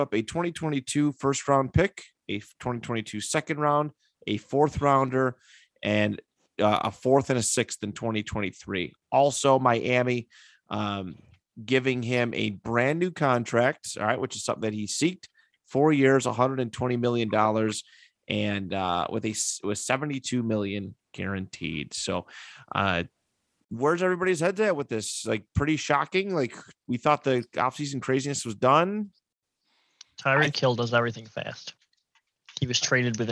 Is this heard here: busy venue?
no